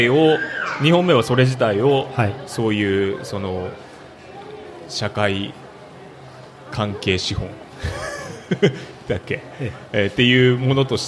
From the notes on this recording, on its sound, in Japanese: 楽しく公開収録。鳥取県倉吉市発。